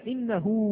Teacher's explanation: هذه الضمة التي على الهاء تحولت إلى واو فعلا، إنه. فحين إذا قلت مثلا فواكه وهم، فواكه وهم، لا أجد هذه الواو الموجودة، أو أقول له الملك أليس كذلك؟ · Term: مد الصلة صغرى